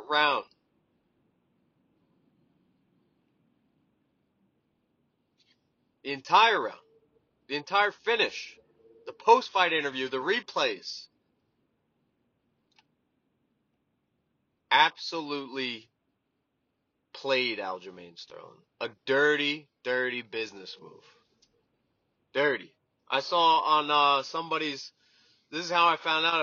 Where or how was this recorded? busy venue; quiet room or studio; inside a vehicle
inside a vehicle